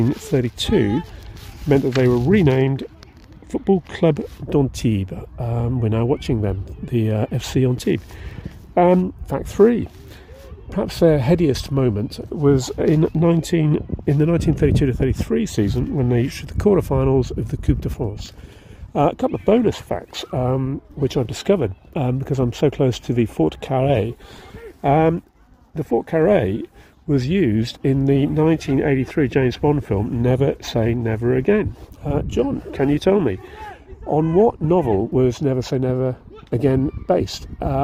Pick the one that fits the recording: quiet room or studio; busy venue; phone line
busy venue